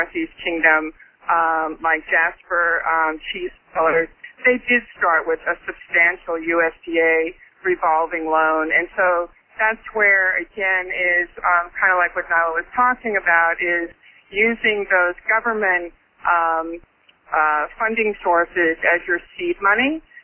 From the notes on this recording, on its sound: Call recorded on May 12, 2011.